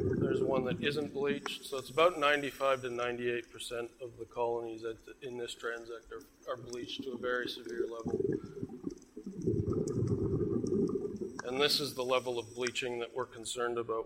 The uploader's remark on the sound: IFE Visitor Lecture recorded on 24 August, 2018.